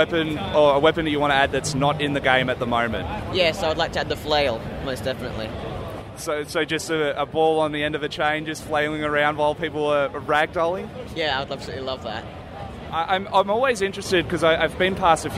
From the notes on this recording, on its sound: conducted live on the PAX Aus show floor